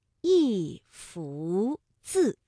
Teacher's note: 一幅字的幅是二声，那么一啊就读四声 · Term: 变调